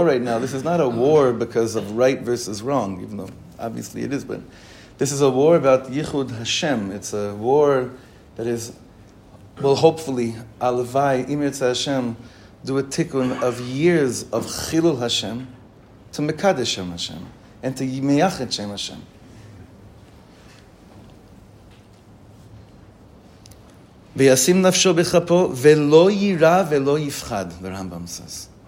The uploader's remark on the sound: The words in this recording were shared this morning in Shirat David, after davening.